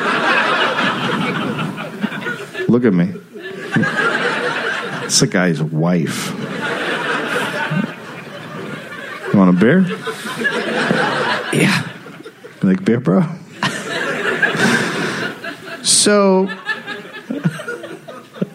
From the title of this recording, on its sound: Live in Phoenix